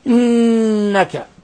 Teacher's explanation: إنك، نلاحظ كيف أننا ضغطنا على النون المشددة وأننا ألصقنا طرف اللسان في أصول الثنايا العليا مع غنة من الخشوم